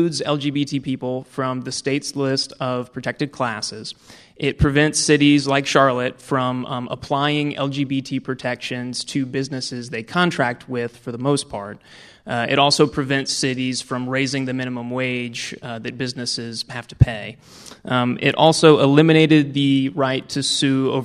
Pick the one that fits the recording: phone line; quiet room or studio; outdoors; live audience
live audience